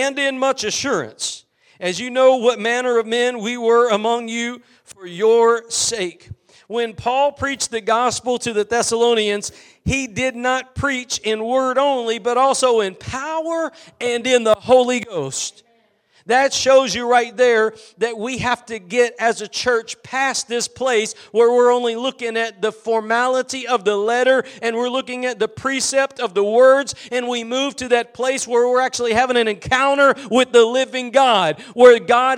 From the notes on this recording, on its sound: Preached at Gospel Lighthouse in Bossier City, La.